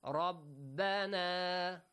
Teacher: Ra has to produce a heavy sound since it has a fatha.